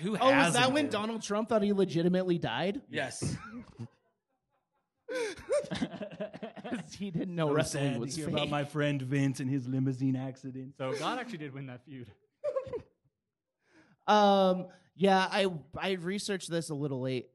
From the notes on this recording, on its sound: LIVE FROM TREEFORT MUSIC FEST 2022. Live at Treefort Music Fest 2022.